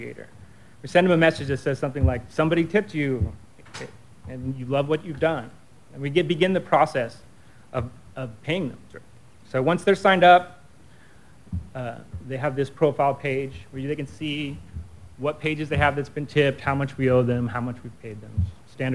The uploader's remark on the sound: SF MusicTech Summit on February 19, 2013